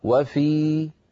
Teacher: لو وقفت على وفي أقول وفي بمقدار حركتين لا غير · Term: المد الجائز المنفصل